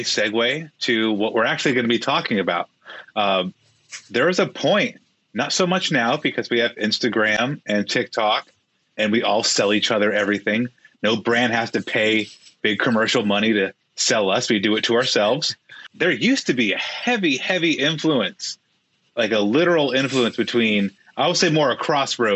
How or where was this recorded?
video call